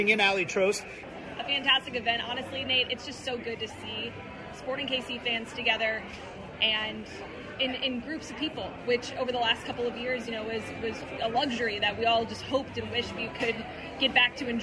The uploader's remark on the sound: Recorded this week's show at Tuesday's STM event at J.